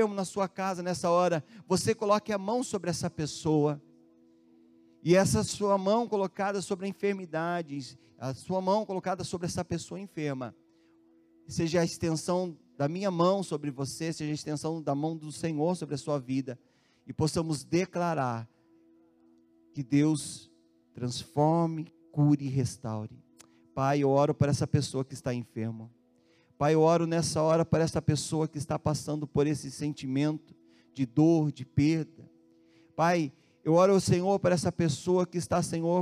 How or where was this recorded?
large echoing room